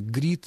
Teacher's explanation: Ну, а вот что касается «биш», это частица, собственно, русская, и что возникла она в разговорной речи из глагола «баиш», когда «баиш» произносится очень... бегло, вот в таком аллегровом темпе речи, то вместо «баиш» получается «биш», ну, примерно так же, как и вместо «говорит» получается «грит», из «говорю» получается «грю», из «здравствуйте» получается «дрась».